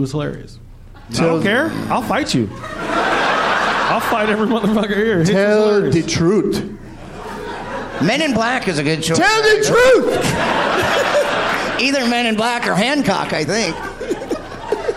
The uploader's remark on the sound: Live from Goodnights Comedy Club in Raleigh, NC